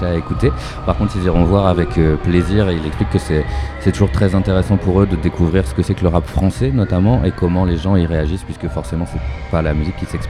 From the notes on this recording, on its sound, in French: En direct de l’espace presse du Festival Beauregard 2022 à Hérouville-Saint-Clair (14) avec les radios associatives musicales en Normandie de L’amusicale.